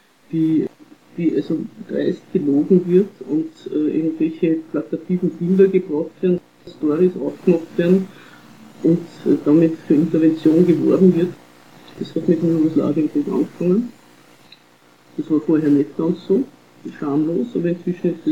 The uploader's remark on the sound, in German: Die Aufnahmequalität ist leider nicht besonders gut